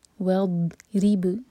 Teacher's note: والضرب، ضاد ساکن پر جھٹکا نہ ہو، زبان کے سائڈ سے پڑھیں گے. والضرب، را کے نیچے کسرہ تو باریک، اور با پر قلقلہ